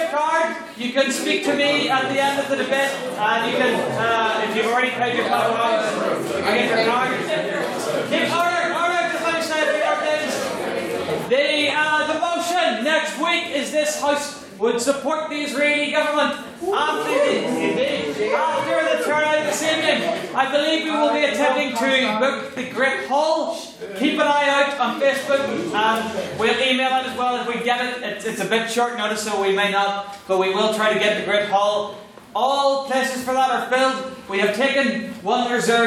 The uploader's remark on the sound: the recording of the fourteenth Ordinary Meeting of our 169th Session, where the House convened